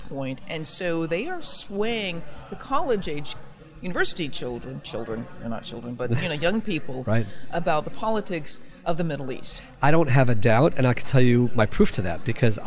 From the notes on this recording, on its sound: recorded at the National Religious Broadcasters convention